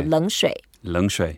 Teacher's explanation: The first third tone, you can relax a bit. Yeah. Make it slightly like a second tone.